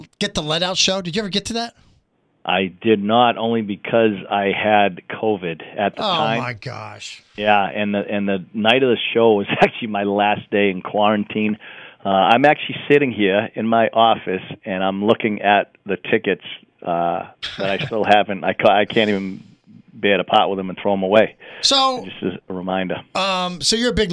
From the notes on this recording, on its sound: Joins via phone fresh back from Canada.